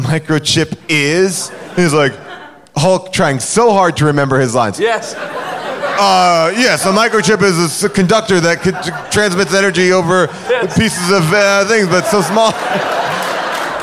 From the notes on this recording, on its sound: Mr. Nanny: LIVE! Recorded LIVE at Largo in Los Angeles.